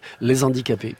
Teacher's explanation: Donc vous omettez de respecter le H aspiré. · Term: psilose